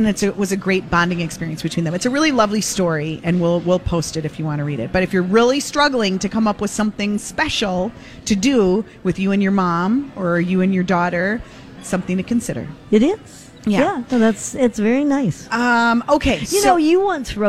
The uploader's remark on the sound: Live at General Store of Minnetonka